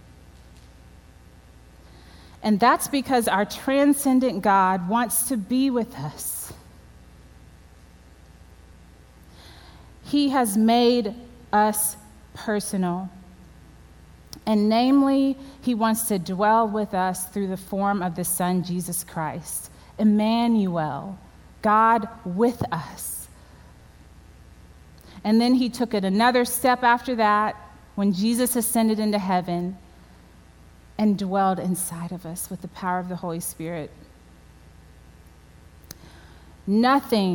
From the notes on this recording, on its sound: at the WholeHeart Conference at Crossland Community Church on September 26, 2020